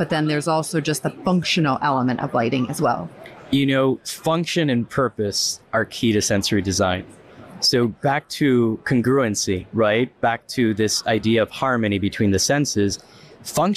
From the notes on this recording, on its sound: Their discussion, taped at RICE 2023